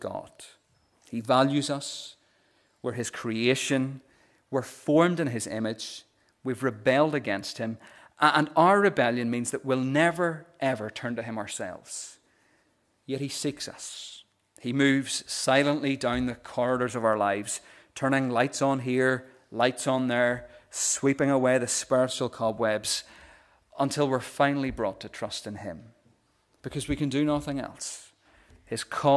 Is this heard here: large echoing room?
yes